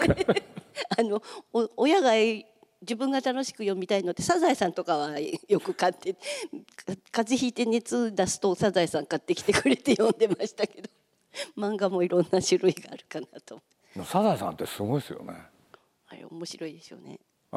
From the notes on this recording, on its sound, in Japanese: 8月2日に東京国際フォーラムで行われた、第70回全国幼児教育研究大会東京大会のスペシャルトーク。